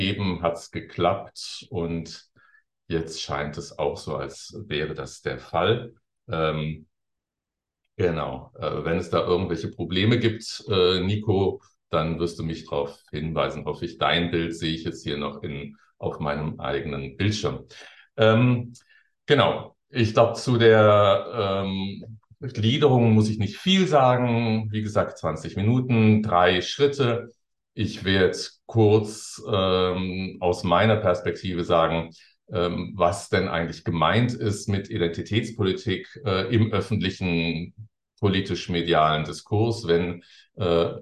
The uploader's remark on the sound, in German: Ein Mitschnitt des digitalen Jour fixe der Assoziation für kritische Gesellschaftsforschung (AkG)